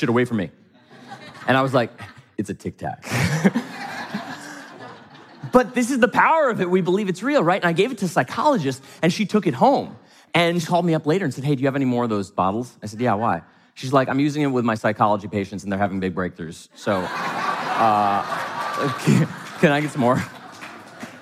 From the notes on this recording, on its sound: from the stage of Mindvalley’s A-Fest